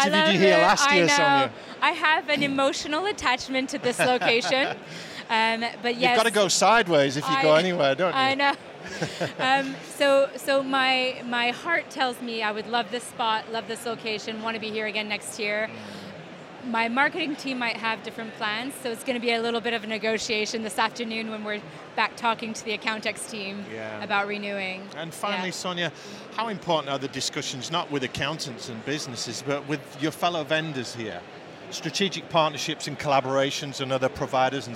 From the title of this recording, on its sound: Event Special - Accountex 2023 Live Interviews